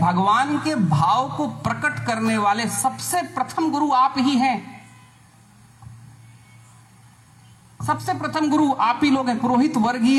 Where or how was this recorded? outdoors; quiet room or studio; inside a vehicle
outdoors